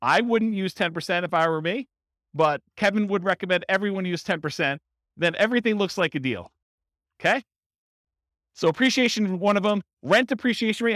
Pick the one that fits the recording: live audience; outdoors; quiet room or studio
live audience